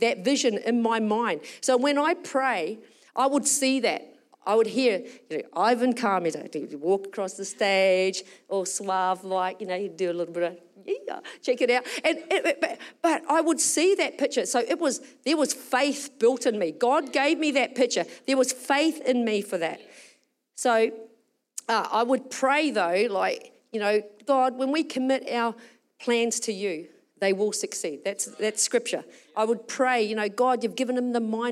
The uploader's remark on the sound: Recorded during our Melbourne East service on Sunday, the 18th of February 2024